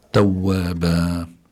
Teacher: توابا هون عنا مد العوض، يعني عوض عن التنوين بالألف. فإذا الإنسان لابد أن يقف بالمد ومد حركتين فقط، توابا.